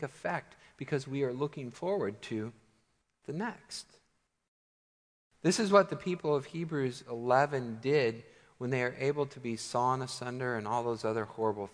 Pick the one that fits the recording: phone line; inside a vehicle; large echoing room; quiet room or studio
large echoing room